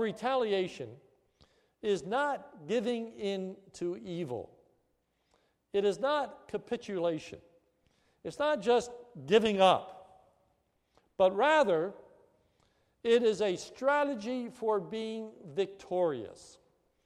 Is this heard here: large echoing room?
yes